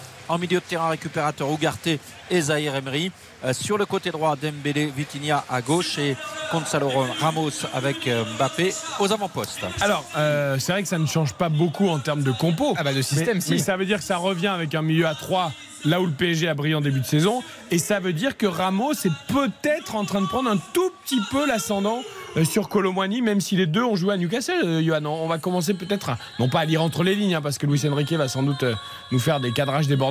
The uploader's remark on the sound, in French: Le PSG passait un nouveau test en Bretagne. En direct du Roazhon Park.